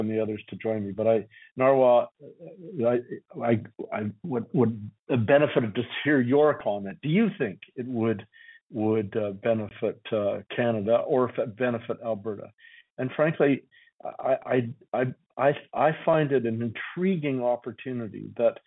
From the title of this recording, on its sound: Southern Alberta Telephone Town Hall